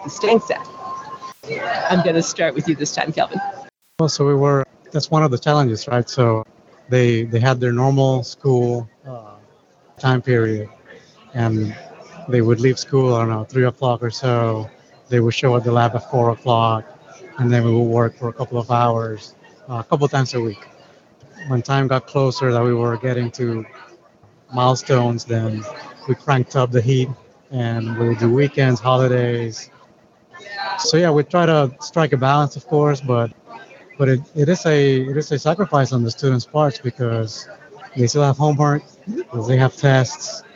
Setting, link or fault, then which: setting, busy venue